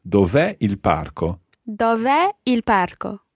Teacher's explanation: Just think about the stress coming on that e.